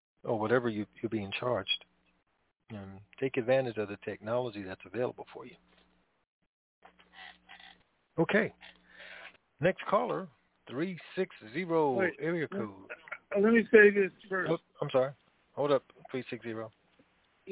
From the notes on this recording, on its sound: Conference Call